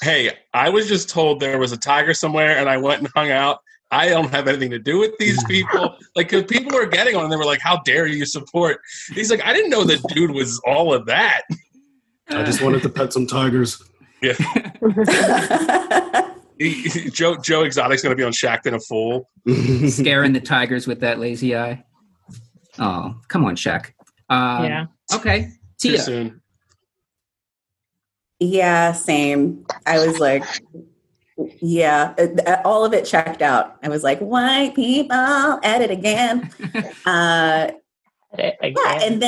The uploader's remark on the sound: This episode is the first of our live via zoom episodes. Crossroads Comedy Theater.